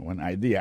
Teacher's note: accent vient de tomber dans la deuxième syllabe là